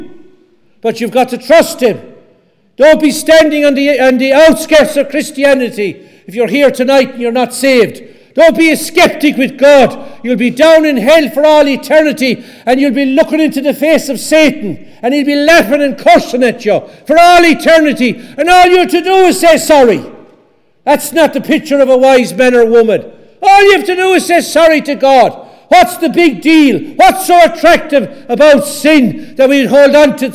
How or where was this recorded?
large echoing room